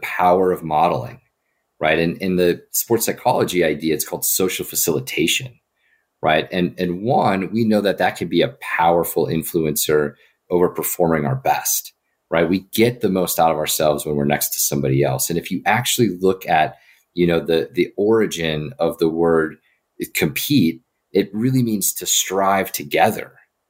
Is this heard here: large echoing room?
no